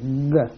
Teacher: You have to block your mouth at the back with the raised up tongue in a g.